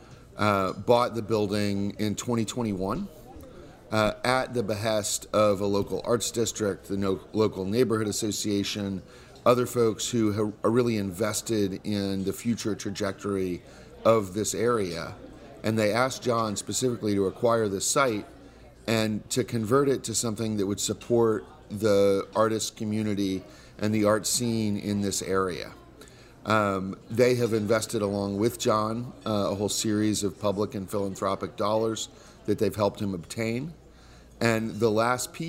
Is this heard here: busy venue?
yes